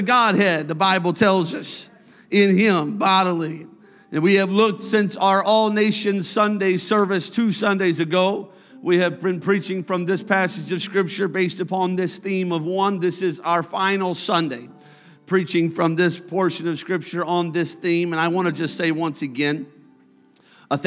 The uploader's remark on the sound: A service recording from Connect Point UPC.